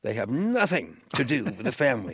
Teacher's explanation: They have nothing to do with the family, she said, placing heavy emphasis on the first syllable of nothing